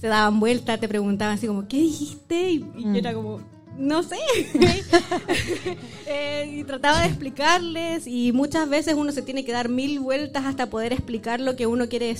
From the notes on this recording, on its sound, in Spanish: (SHOW EN VIVO) desde The Barrie - Sydney. Por primera vez hicimos un capitulo completamente en vivo junto a todos ustedes en Sydney.